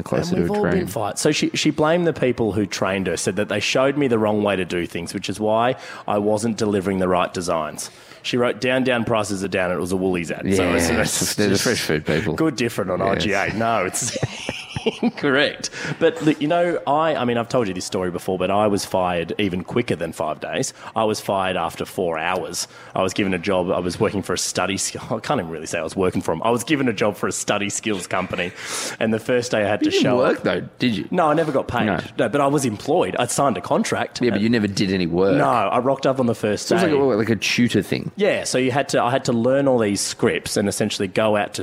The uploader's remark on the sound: Live from the Crown for Day 2. The boys are live from the Crown for Day 2.